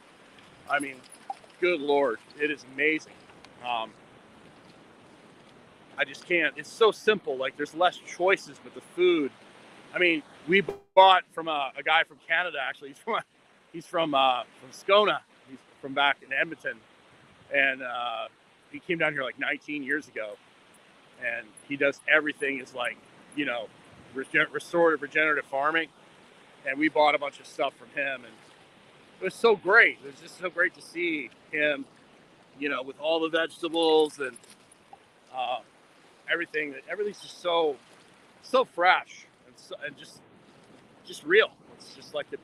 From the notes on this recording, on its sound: Test live from the beach. Testing live streaming from a cell phone on the beach. Recording from the beach with good reception.